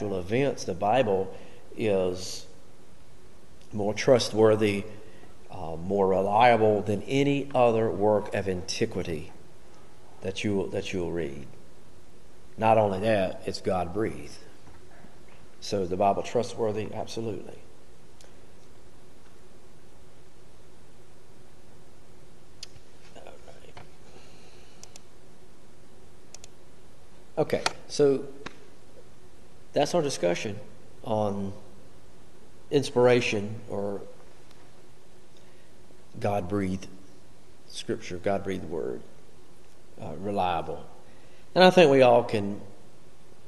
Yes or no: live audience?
yes